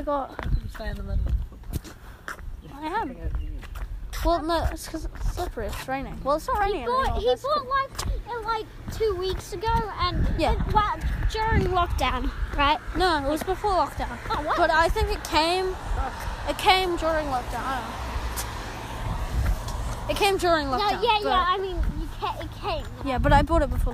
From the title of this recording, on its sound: I Walk and Talk